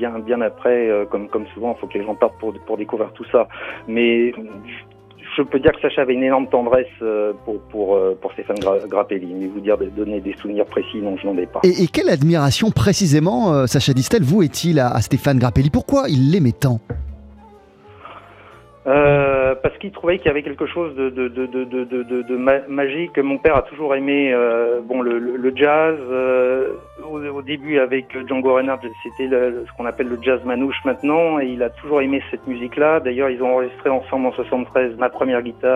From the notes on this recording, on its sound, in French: On en parle ce midi par téléphone